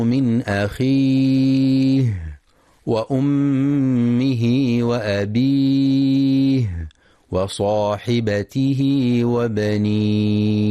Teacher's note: والصواب إتمام الهاء وإخراجها من مخرجها وإتمام صفاتها من الهمس والرخاوة